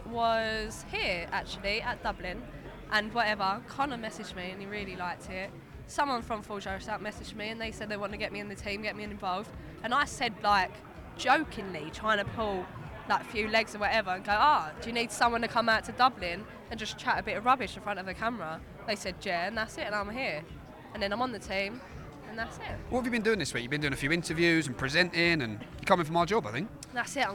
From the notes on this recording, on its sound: Takes to the mic seconds after the conclusion of the Cameron vs Taylor 2 press conference to speak with various people in the room, at random. We're back On The Ground in Dublin.